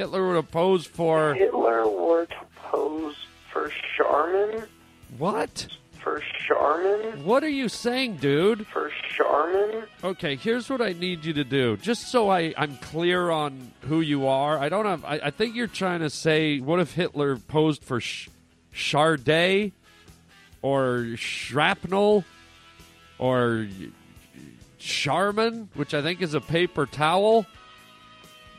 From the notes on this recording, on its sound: Today we play a bunch of great phone messages from some of our listeners.